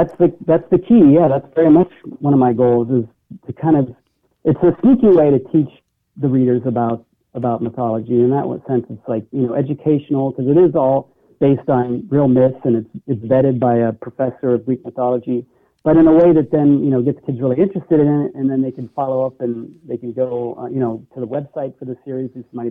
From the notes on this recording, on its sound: called